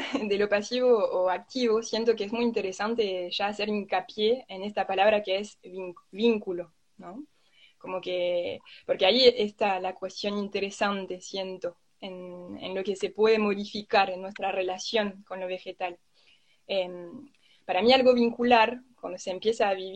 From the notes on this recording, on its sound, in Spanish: Audio de la charla en vivo por Instagram